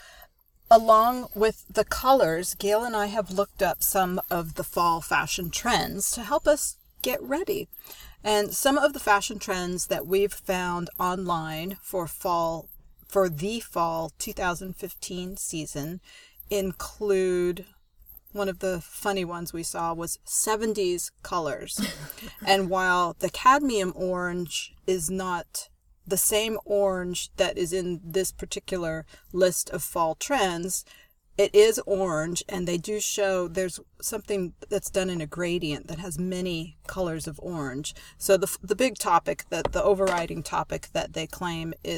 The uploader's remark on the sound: we record in the redwoods